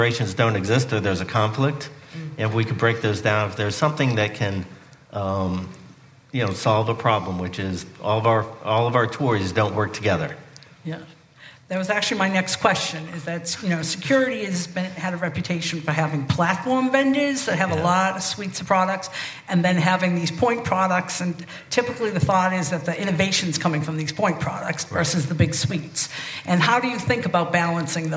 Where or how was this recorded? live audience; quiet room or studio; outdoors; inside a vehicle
live audience